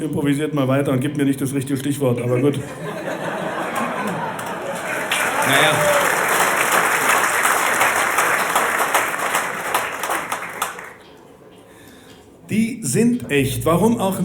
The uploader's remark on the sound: Live in Berlin